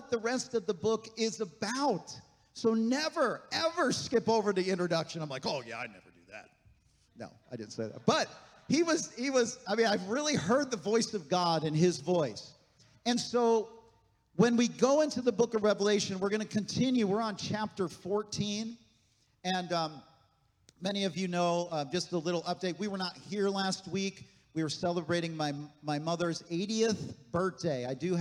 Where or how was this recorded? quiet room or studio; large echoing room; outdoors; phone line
large echoing room